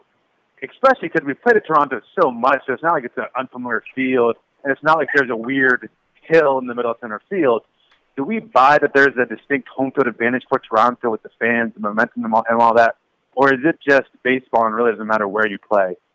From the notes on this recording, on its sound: take to the phone